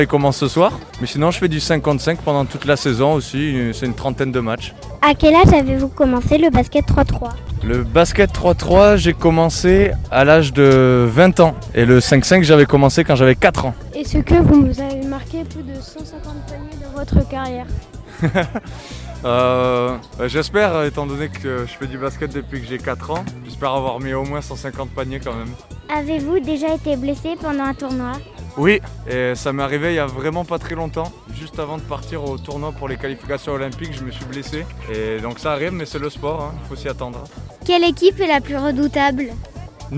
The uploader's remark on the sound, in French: les petits reporters de René Bureau Radio se sont rendus au festival de Basket 3x3 qui se tenait à Poitiers sur la place Leclerc.